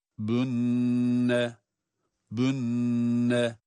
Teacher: nun şeddeli ve hunne sıfatı olduğu için tutuyoruz.